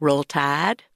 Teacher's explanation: They may become focused on particular things like pronouncing I like ah, like roll tide.